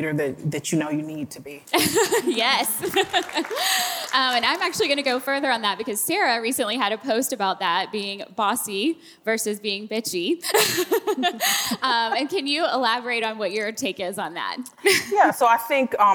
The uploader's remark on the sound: LIVE from the Game Changers Summit 3